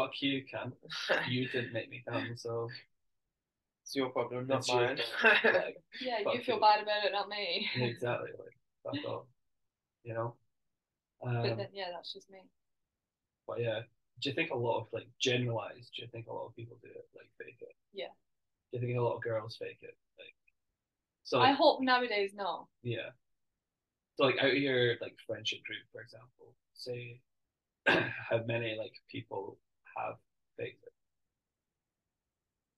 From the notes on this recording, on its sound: apologise about the quality of the audio as it kept jumping in and out